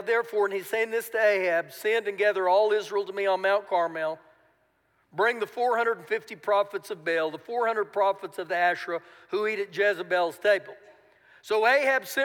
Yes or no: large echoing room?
yes